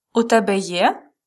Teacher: with a question intonation, rising intonation, means do you have?